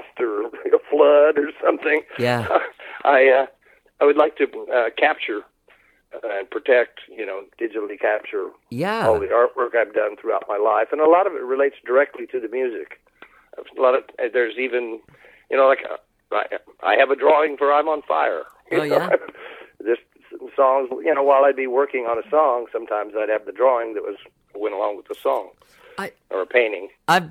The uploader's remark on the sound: We had a great phone conversation